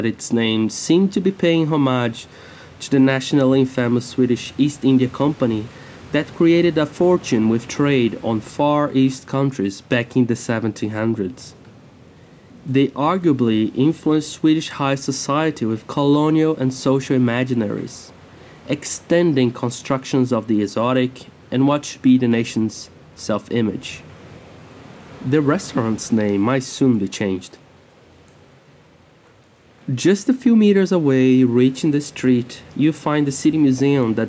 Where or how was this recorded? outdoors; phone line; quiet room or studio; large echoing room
outdoors